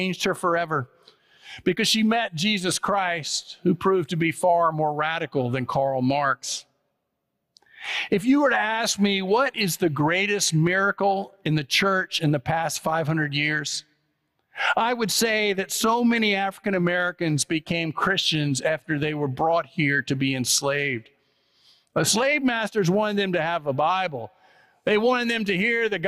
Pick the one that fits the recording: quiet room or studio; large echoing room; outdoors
large echoing room